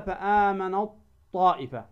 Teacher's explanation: ذهبت التاء وذهبت صفاتها · Term: إدغام كامل